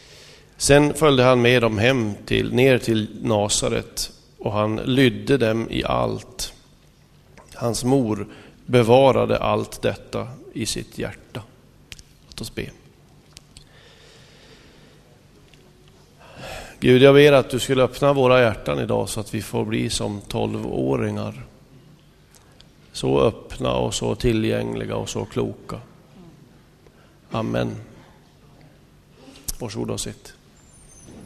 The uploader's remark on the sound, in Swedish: Inspelad i Smyrnakyrkan, Göteborg 2005-05-08.